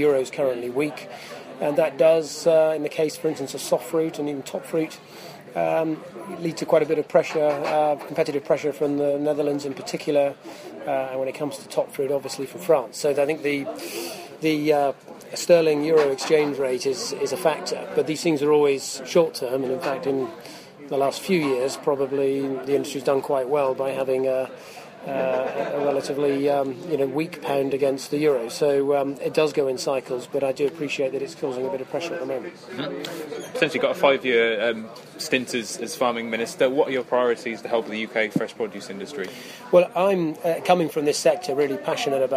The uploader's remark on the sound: report live from Fruit Focus 2015 in Kent